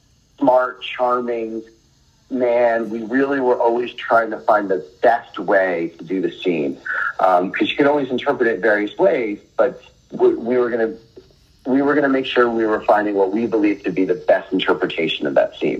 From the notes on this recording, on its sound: chats via Skype